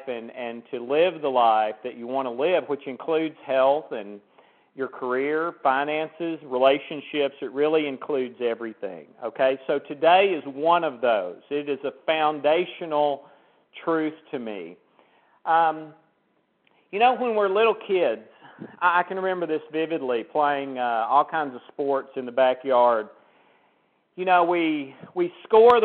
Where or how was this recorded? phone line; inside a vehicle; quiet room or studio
phone line